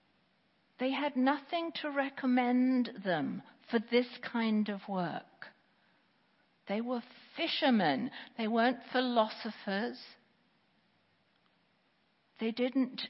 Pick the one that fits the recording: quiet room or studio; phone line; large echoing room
large echoing room